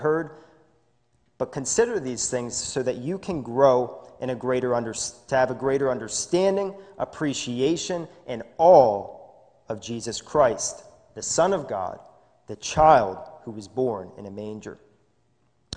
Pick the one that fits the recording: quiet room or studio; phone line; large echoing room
large echoing room